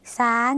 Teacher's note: เราเปลี่ยนเสียงชอช้างในภาษาไทยไปเจอซ้างที่เมืองลาว